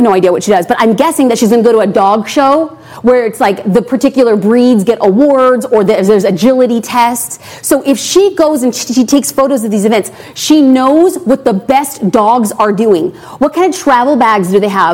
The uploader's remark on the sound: I also took the time to answer questions from the live audience.